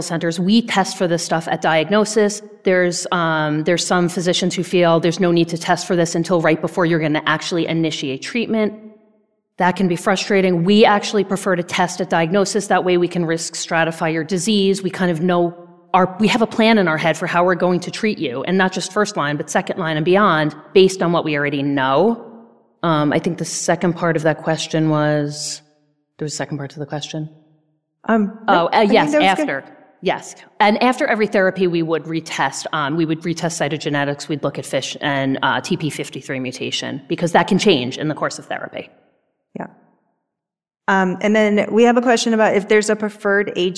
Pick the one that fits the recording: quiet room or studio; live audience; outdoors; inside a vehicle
live audience